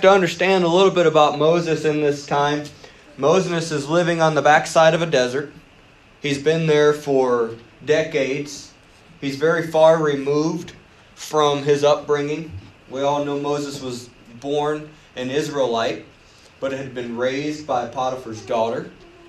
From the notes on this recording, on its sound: You are listening to a service recording from United Pentecostal Church.